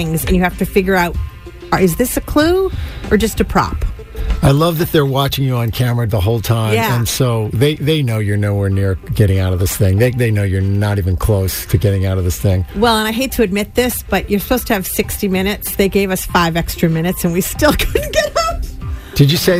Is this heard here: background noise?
no